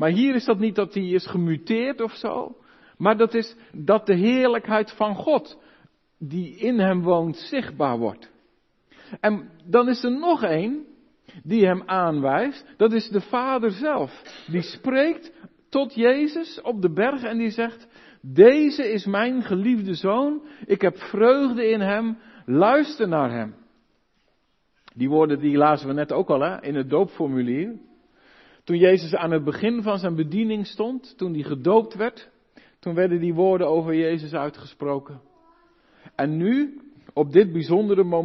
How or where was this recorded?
large echoing room